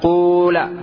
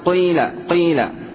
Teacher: لا يأتي به بالضم الخالص قول، ولا بالكسر الخالص قيل، وإنما قيل قيل · Shown in: second take · Term: الإشمام